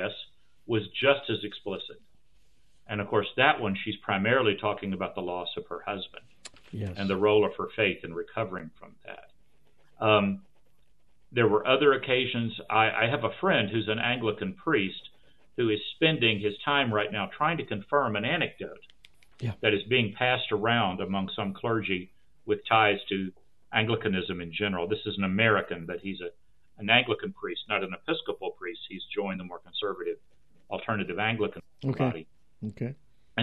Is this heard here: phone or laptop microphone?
no